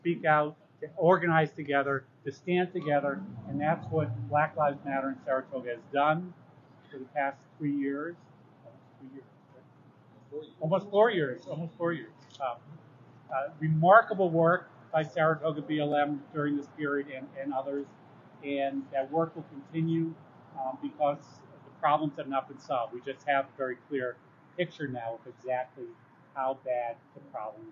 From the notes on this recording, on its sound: Held a press conference at City Hall. Members of Saratoga Black Lives Matter held a press conference at City Hall Thursday. In this excerpt of the press conference.